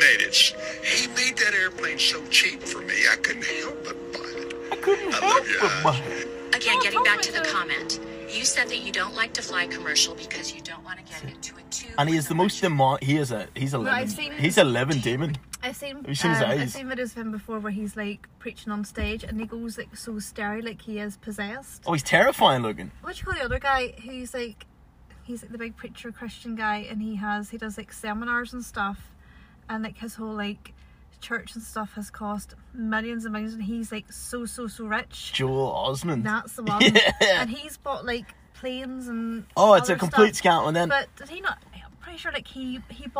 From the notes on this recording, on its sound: joins me for a pod record in his car